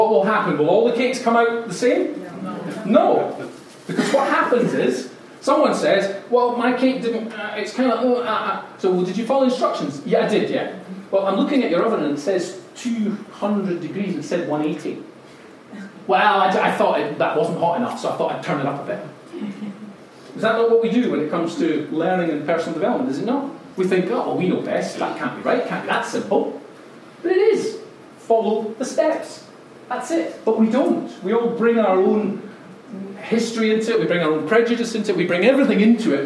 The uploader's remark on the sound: Live TEDx Style Talk - London Feb 2019